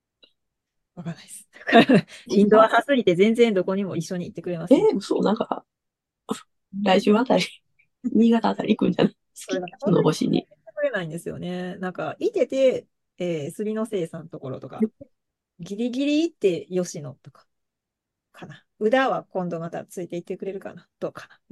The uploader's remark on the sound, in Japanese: 毎月１回、ZOOMで集まってお話ししています。